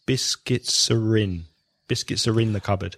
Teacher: because biscuits finishes with a consonant, and R begins with a vowel sound, it joins together